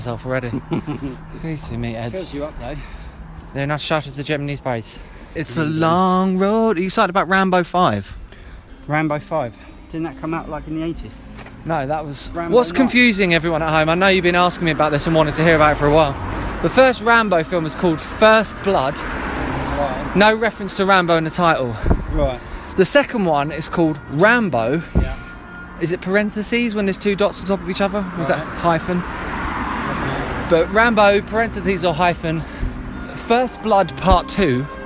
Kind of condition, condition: setting, outdoors